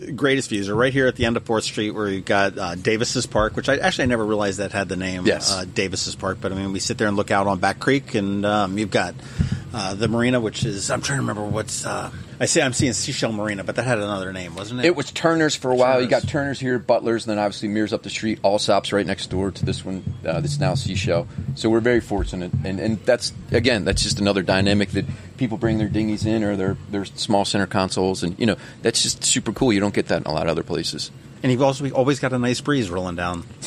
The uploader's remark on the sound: Today, we sit down outside of Davis' Pub